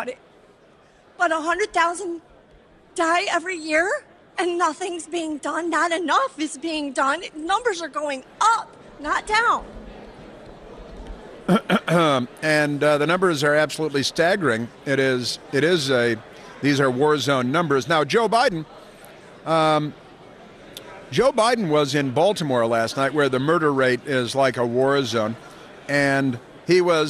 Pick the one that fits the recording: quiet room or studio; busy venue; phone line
busy venue